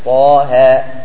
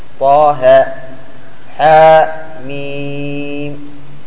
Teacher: هي حروف لكن تمد مقدار حركتين مد طبيعي